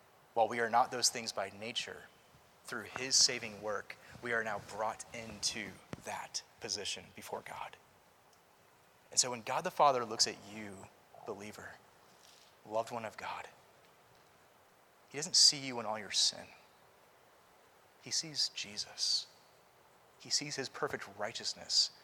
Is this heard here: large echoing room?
yes